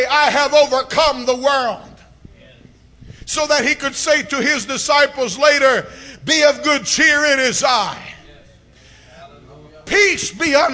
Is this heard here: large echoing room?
yes